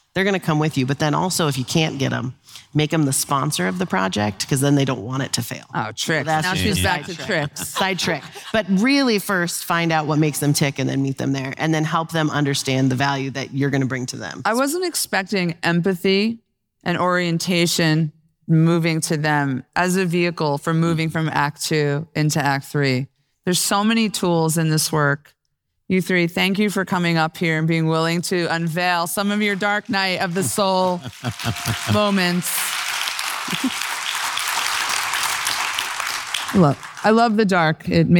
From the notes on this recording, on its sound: Today's episode comes at you LIVE from the CLOC Global Institute (CGI) main stage. Today's episode comes at you LIVE from the CLOC Global Institute (CGI) main stage.